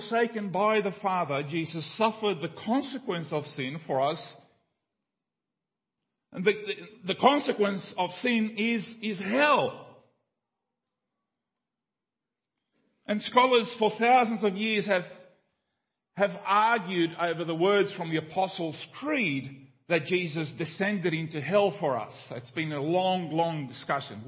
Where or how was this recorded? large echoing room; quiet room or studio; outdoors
large echoing room